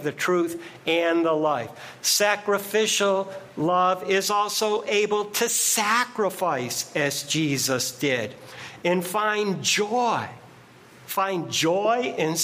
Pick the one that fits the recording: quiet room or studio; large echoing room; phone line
large echoing room